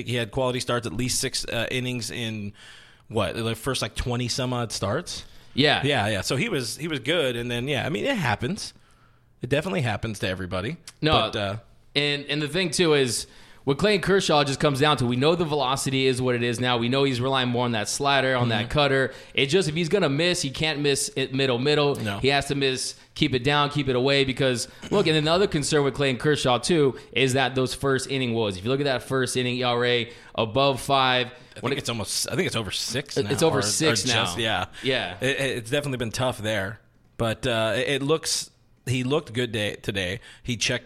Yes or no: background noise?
no